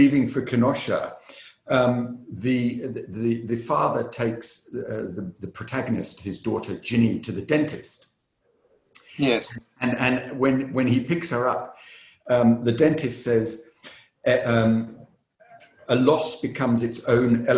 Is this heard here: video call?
yes